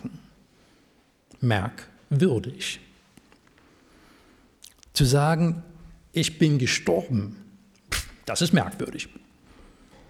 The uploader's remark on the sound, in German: Predigt aus dem Gottesdienst vom 16.07.2023.